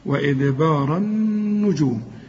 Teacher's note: شوف النون بتاعت النجوم مشددة لازم تغن